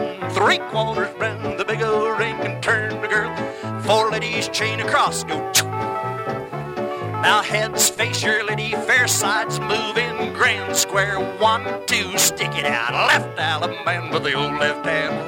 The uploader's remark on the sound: from the 1976 Hi Hat Records Staff Trails-In Dance held in Stanton, CA